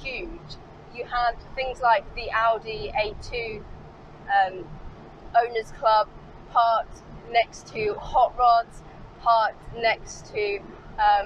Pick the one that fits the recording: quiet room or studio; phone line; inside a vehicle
inside a vehicle